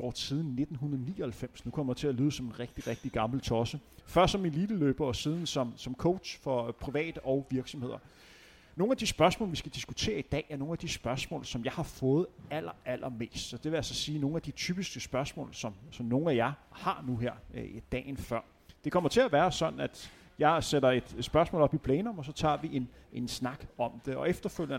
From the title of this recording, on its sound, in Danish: Live podcast i forbindelse med HCA Marathon